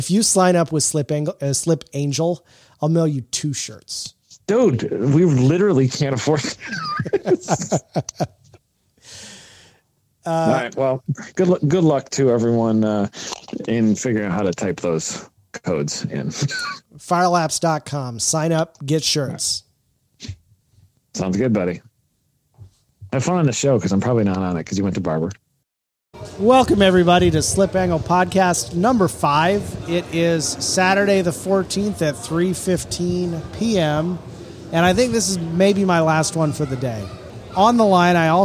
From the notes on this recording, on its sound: This is the the 5th episode recorded at Barber Motorsports Park.